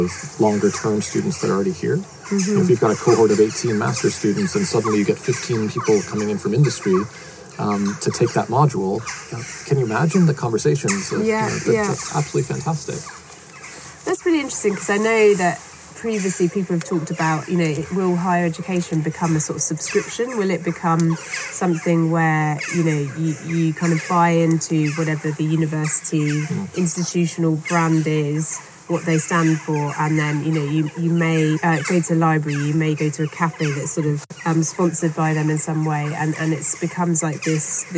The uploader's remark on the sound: Couldn't resist getting back out there to interview in person. Listen out for some ambient birds and insects as we record among the beautiful Dartington Hall estate.